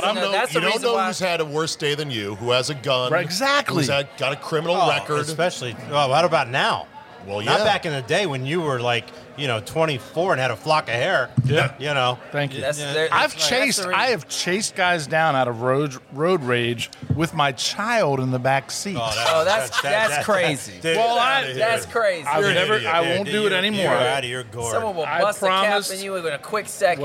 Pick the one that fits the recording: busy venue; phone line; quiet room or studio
busy venue